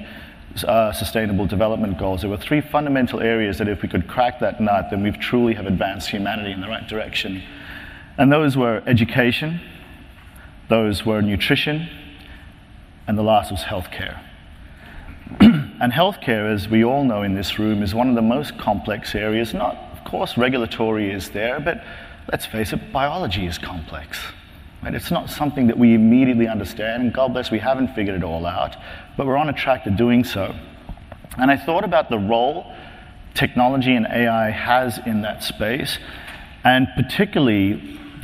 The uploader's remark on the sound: In this podcast, first presented at the 9th annual DPharm: Disruptive Innovations conference